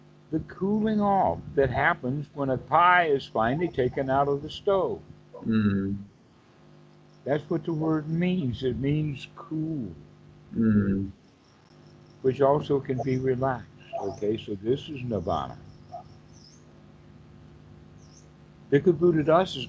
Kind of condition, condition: link, video call